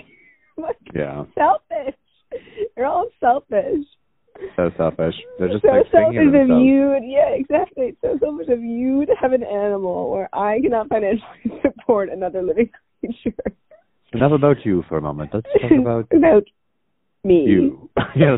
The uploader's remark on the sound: The sisters try out hosting the pod while properly isolated via recorded phone chat.